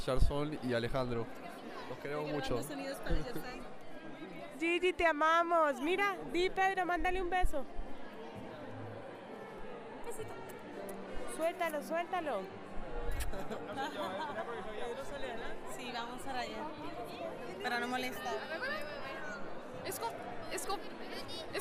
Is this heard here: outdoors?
yes